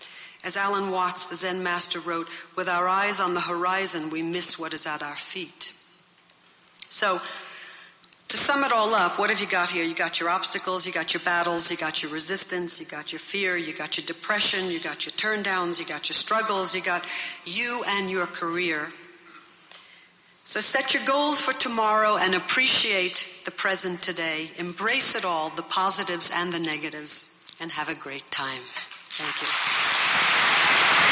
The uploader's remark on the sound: recorded at the Academy of Achievement's 1992 Summit in Las Vegas, Nevada